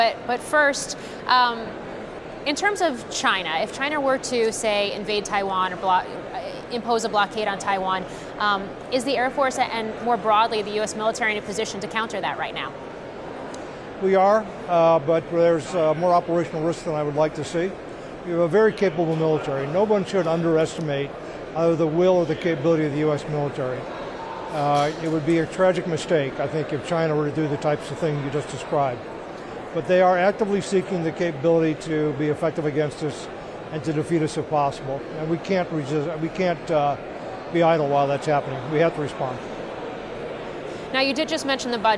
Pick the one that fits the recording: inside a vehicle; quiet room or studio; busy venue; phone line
busy venue